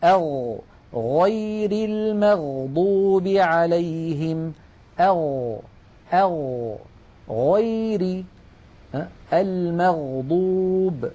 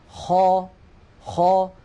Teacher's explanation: ومن أدنى الحلق، يعني من أقرب منطقة من الحلق إلى الشفتين، حرفان هما الغين والخاء